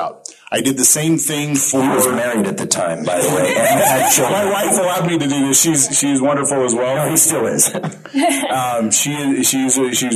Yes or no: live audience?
yes